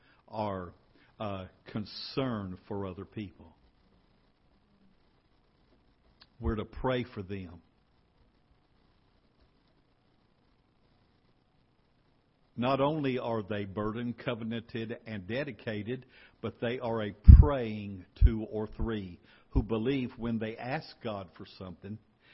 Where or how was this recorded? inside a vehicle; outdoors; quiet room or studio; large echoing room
large echoing room